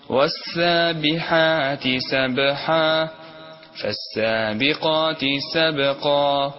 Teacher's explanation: سبحة الباء ساكنة وكذلك في سبقة الباء ساكنة، فتقلقل قلقلة صغرى خفيفة